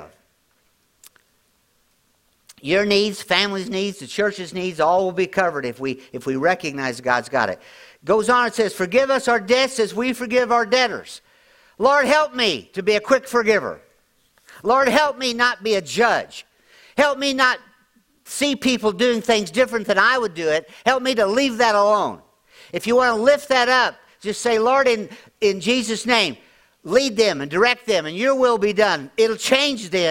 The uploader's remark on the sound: at Grace Church in Chester Illinois